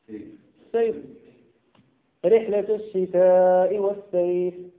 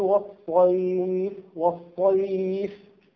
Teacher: إذا لم تحقق الإطباق في الصيف ماذا ستقول؟ السيف · Shown in: second take